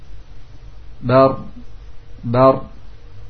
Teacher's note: Setelah digetarkan, ditahan. Sampai 2 atau 3 getaran saja. Maka dari itu seorang pembaca dituntut untuk menahan ketika mengucapkan huruf ini sehingga tidak lebih dari 1 getaran.